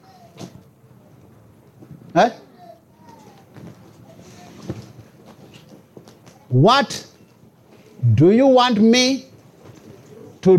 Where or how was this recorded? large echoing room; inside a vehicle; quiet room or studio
large echoing room